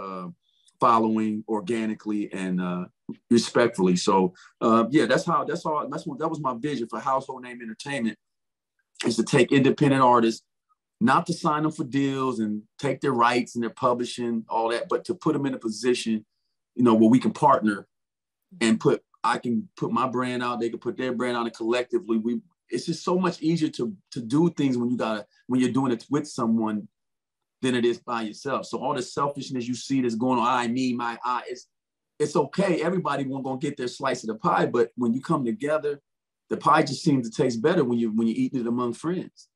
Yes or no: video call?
yes